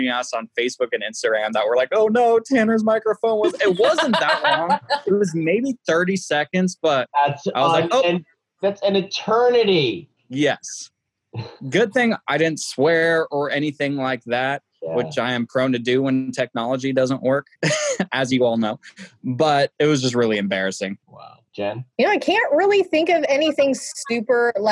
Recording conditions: video call